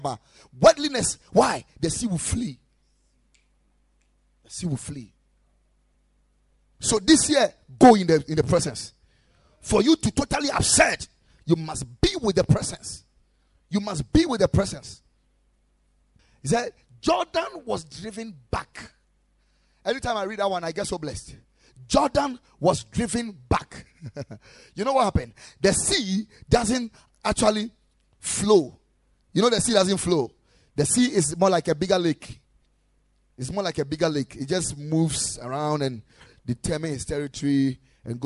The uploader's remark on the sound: Preached at the Ekklesia Chapel